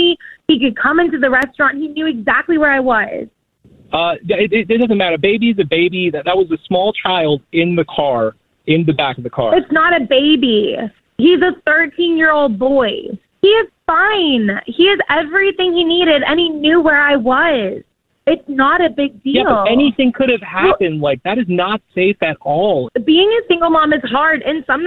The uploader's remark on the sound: We get that other person on the phone